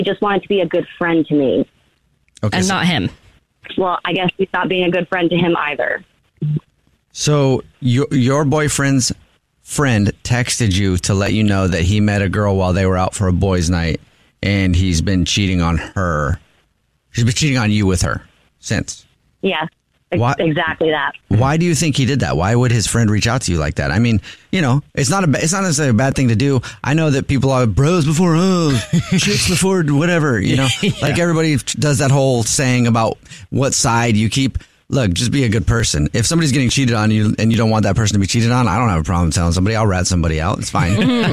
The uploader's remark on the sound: We get that other person on the phone